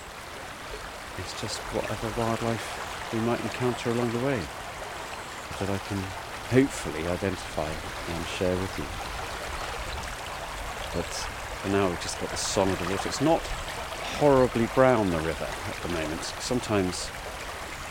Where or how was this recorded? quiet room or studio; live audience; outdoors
outdoors